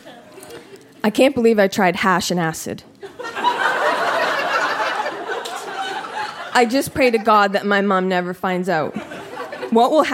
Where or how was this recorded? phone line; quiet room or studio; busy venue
busy venue